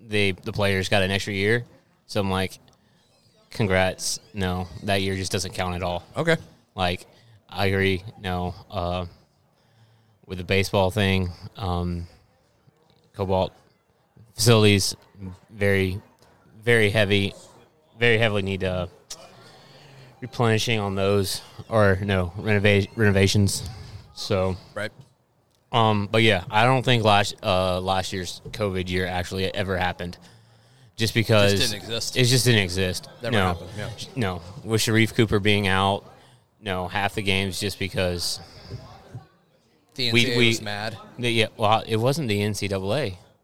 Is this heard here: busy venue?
yes